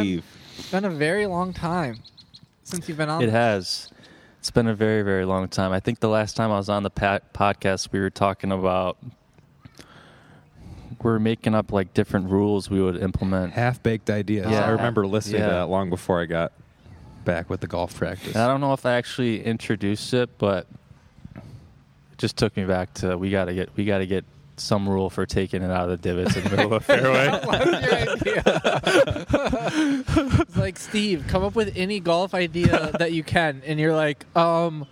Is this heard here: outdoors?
yes